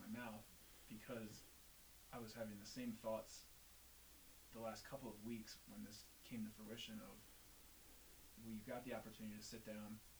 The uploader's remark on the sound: What we didn’t know at the time was much about recording – which would explain why the audio is a little low.